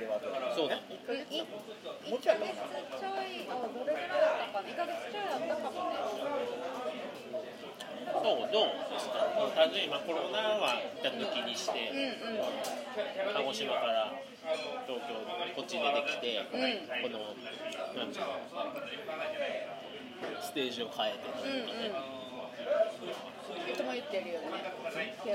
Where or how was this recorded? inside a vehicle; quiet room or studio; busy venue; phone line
busy venue